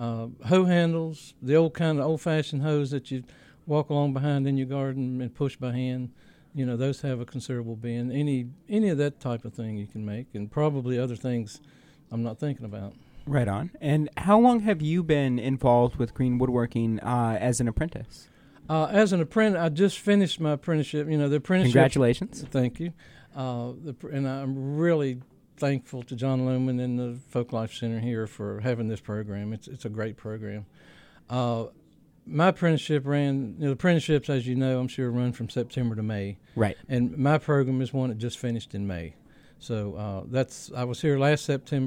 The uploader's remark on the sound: Recording made at the Virginia Folklife Apprenticeship Showcase on September 21, 2014.